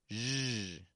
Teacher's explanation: It's got the voice of the J, and it's got the fricative movement of the SH.